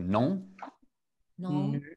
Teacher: So the N here is silent.